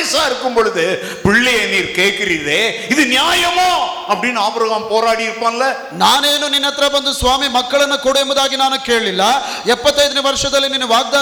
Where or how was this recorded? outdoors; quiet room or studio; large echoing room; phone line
large echoing room